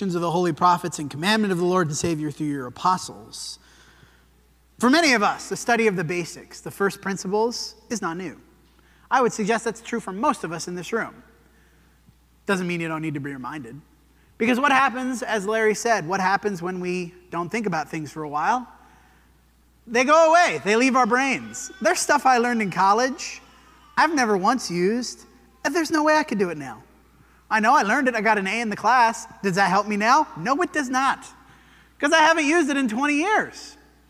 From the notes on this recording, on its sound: This sermon was preached at the Dewey Church of Christ on August 27, 2023.